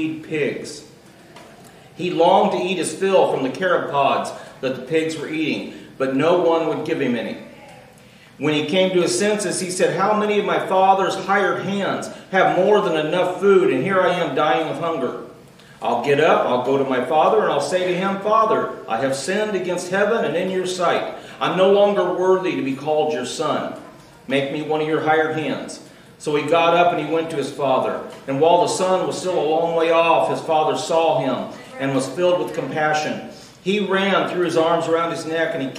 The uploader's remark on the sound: Recorded Live June 17th, 2018.